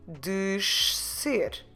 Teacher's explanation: a sh immediately followed by a s